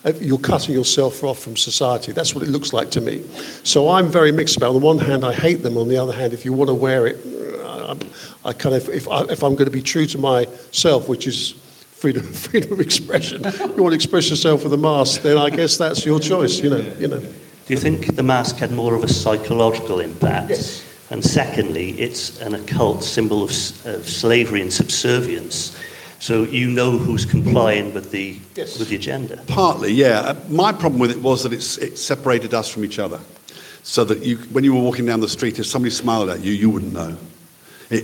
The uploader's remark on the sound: LIVE FROM Wallingford Town Hall Nr Oxford, England